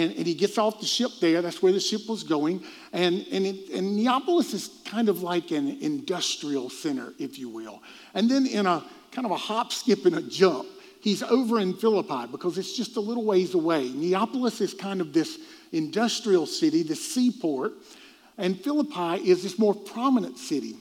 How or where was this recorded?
large echoing room